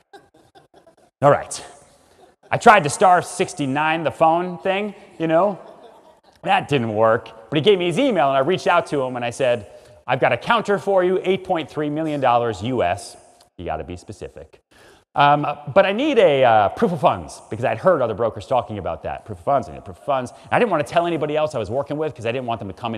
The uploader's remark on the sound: Enjoy this session from our special keynote speaker at the 2021 Stronger Business Summit